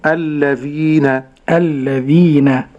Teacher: صراط الذين، هذه لام شمسية مضغمة، الذال مكسورة بعدها ياء ساكنة، تمد مقدار حركتين